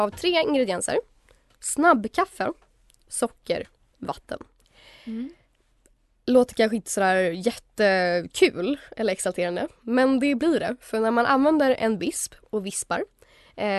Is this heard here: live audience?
no